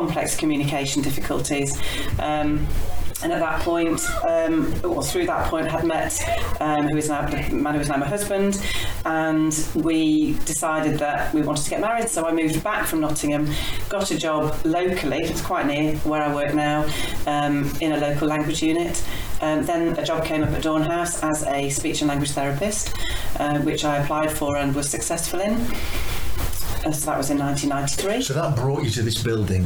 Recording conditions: poor sound quality